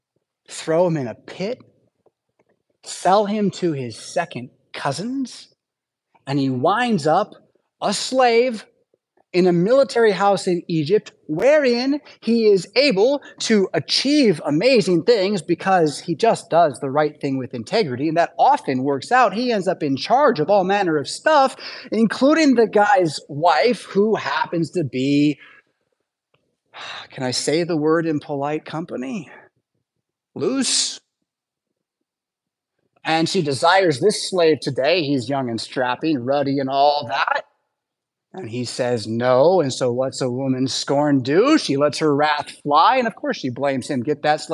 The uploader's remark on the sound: Preached at St Paul Lutheran Church , Rockford, Illinois on Sunday August 27th, 2023.